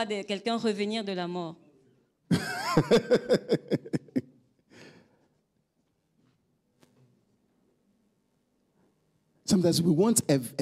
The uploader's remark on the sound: Preached during Joyful Hour Sunday Service.